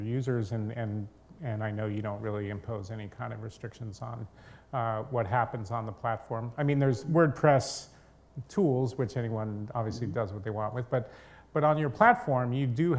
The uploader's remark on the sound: Recorded at the CB Insights A-ha Conference